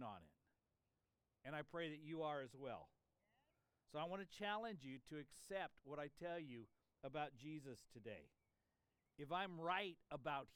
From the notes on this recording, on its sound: This sermon was preached on Easter Sunday, April 9, 2023 in an outside worship service. (That helps to explain the birds and the planes in the background!).